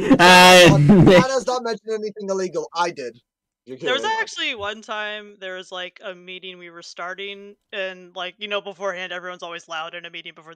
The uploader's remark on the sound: Audio Warning Mic was peeking